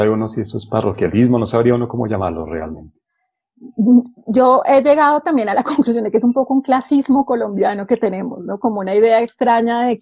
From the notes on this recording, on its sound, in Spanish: seguimos grabando Coordenadas Mundiales desde el confinamiento impuesto por la COVID-19, por lo que la calidad del sonido, lamentablemente, no es la que normalmente tiene nuestro pódcast